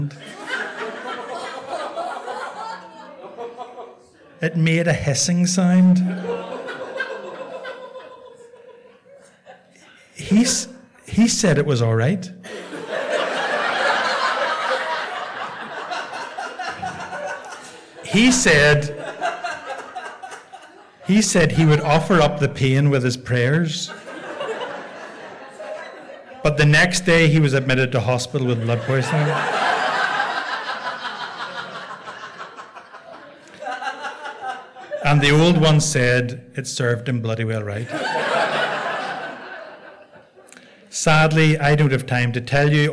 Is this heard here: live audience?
yes